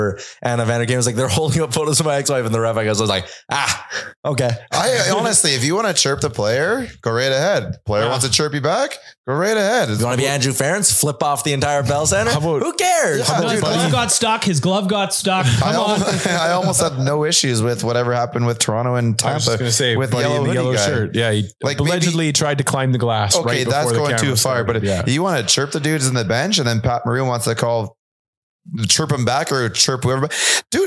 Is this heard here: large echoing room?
no